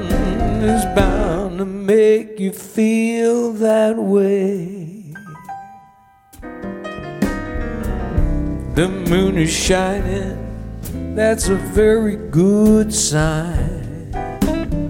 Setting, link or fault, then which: setting, busy venue